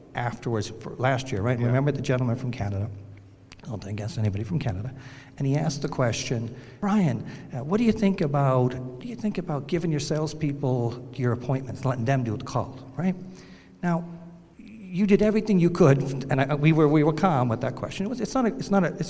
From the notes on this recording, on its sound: It was all recorded while we shared a cocktail at this year’s Accelerate LIVE! In Fort Lauderdale.